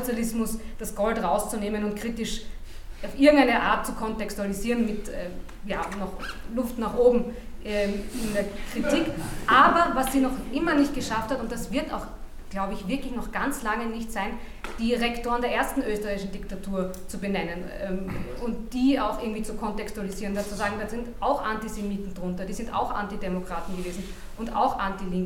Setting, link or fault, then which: setting, live audience